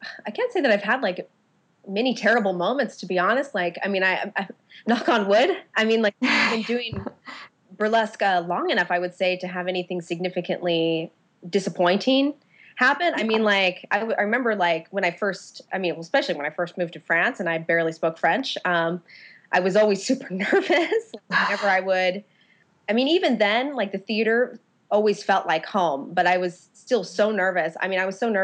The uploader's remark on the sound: tech issues during our Skype recording